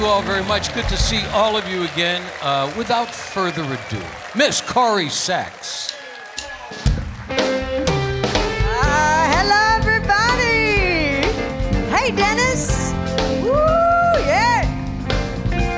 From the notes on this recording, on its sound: Live at the South Point Casino